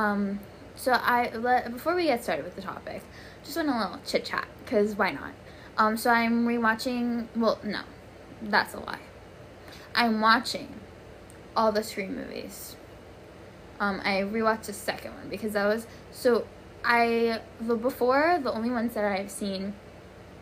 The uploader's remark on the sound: headphone warning for intro